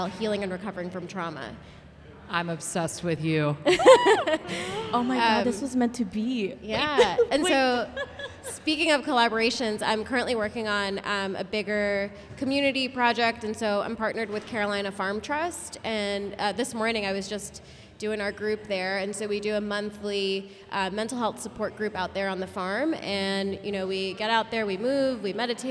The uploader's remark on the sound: Live at Home.Grown CLT. Join us for a live audience recording at Home.Grown CLT.